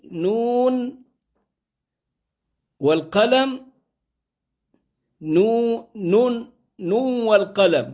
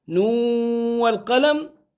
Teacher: وقرأ قوم منهم الكسائي نون والقلم نون والقلم بالإدغام دون غنة، وقرأ آخرون بالإدغام وبغنة